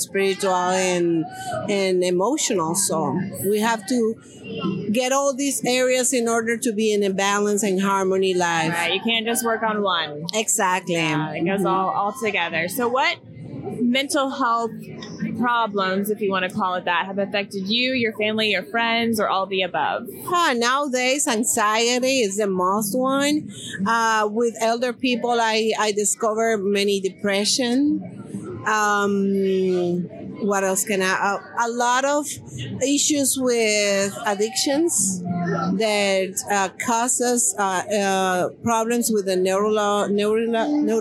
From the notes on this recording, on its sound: Live Coverage From The Mental Health Summit. Had the privilege of doing live coverage and interviews with attendees and resource partners at the Step Into The Light Mental Health Summit.